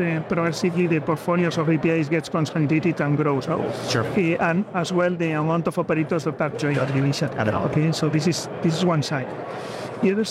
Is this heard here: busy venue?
yes